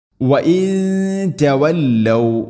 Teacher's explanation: സാക്കിന നൂന് ശേഷം ത ഇഖ്ഫാ ബിഗുന്ന, അവ്യക്തമാക്കി മണിക്കുക